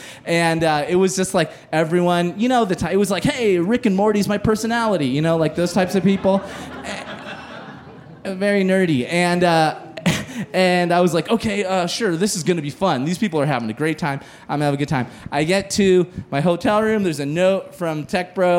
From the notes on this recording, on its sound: As part of The Narrators’ special performance at High Plains Comedy Festival. Recorded live on 28 September 2019 at Hi-Dive in Denver.